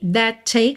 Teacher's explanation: você junta num T só, né?